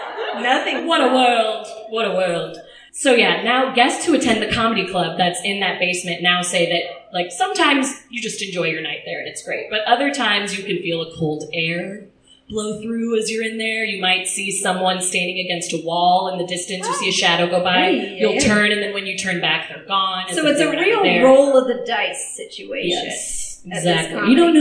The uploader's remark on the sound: Welcome to our first ever LIVE performance! This week we performed at a popup event downtown for an up and coming tea & book shop called "The Swallows Flight."